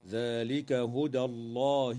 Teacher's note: ترقق الدال في كلمة هدى وتفخم اللام بعدها في اسم الله تعالى